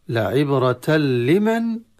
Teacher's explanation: إدغام التنوين في اللام يكون إدغاما تاما من غير غنة